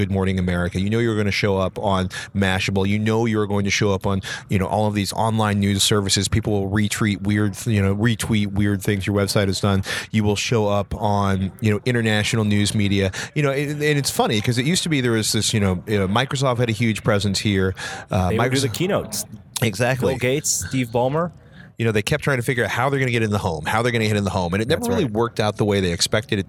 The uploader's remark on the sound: We kick off the year with a podcast recording at the CES in Las Vegas!